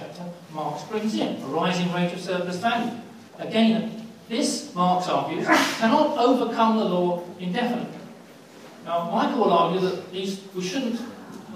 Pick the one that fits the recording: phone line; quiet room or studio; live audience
live audience